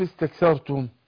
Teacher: الكاف حرف مهموس، يعني لو ما جبتش الهمس مش هيكمل الضبط. هيقول قد استك قد استكثرتم قد استك وسكنة عشان السكون.